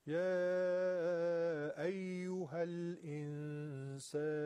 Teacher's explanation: اخفاء هم دو حرکت کشش غنه داره، اخفاء سین هم هست، چون سین نازکه اخفاش هم نازکه